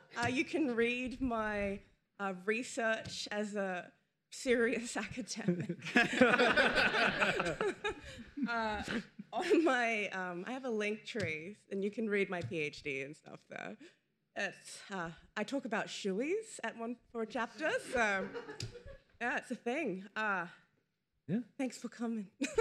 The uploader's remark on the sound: This week's episode was recorded live at PAX AUS 2022, the same convention where the Pixel Hearts debuted.